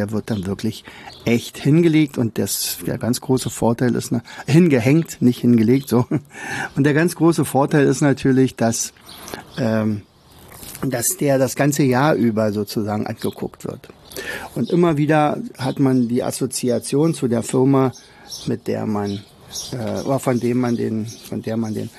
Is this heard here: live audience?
no